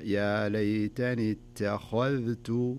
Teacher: طيب في بس ملحوظة انتبه لها معك في قوله يقول يا ليتني اتخذت، وأيضا الكلمة الثانية إن قوم اتخذوا، لاحظ التبخين. أيوة أنت انتبه ترقيق التاء والذال وتفخيم الخاء